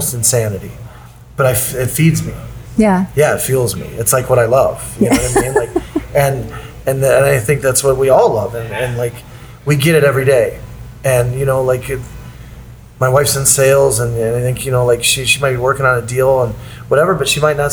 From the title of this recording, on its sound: on Location at Acorn